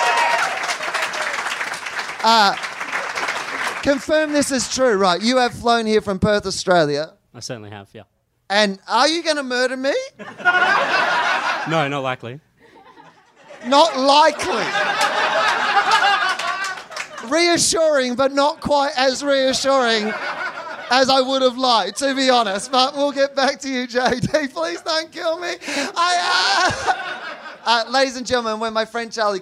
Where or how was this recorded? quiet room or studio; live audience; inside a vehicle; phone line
live audience